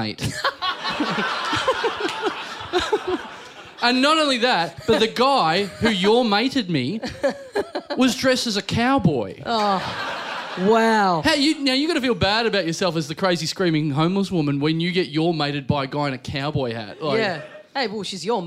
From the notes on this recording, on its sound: Recorded LIVE at Five Boroughs on April 20th, 2014 as part of the Melbourne International Comedy Festival.